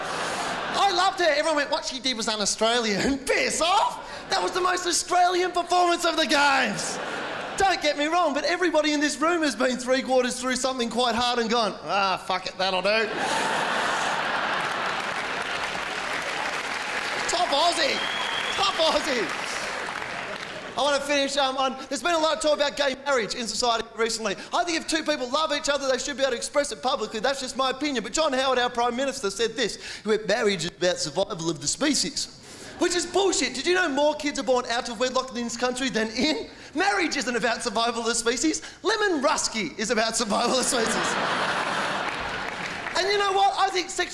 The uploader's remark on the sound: 2006 Melbourne International Comedy Festival Gala